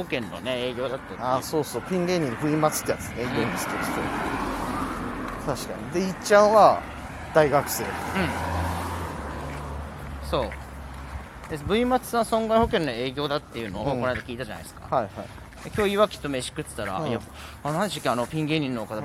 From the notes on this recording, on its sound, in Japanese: 今回は歩きながらのお話し